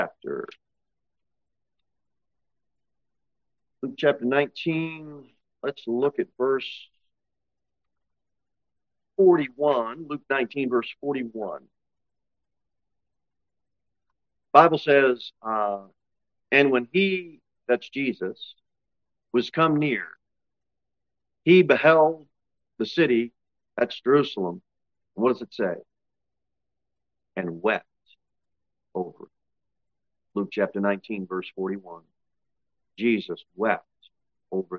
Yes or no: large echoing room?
yes